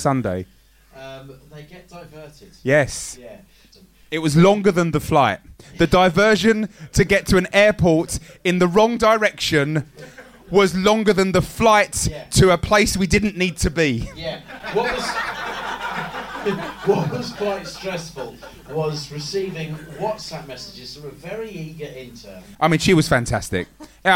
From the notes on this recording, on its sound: Recorded at The Bill Murray Comedy Club in London